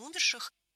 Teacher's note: Много раз прозвучало причастие «умерший» с ударением на первом слоге, но это неверно. В этом слове ударение должно падать на второй слог «умерший», «умершие», «умерших».